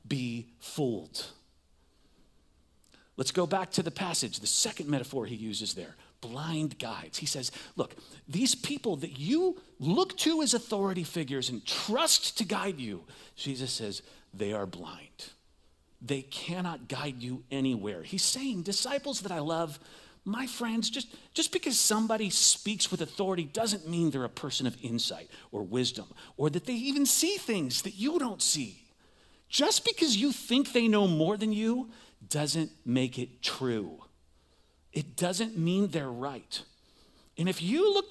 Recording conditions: large echoing room